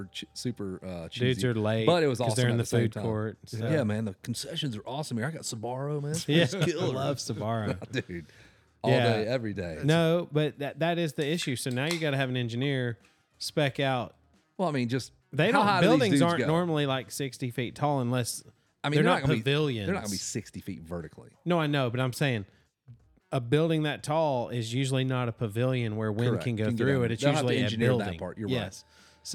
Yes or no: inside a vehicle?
no